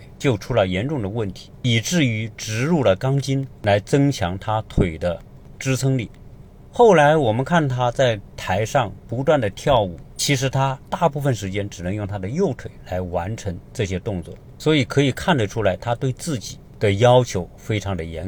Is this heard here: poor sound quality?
no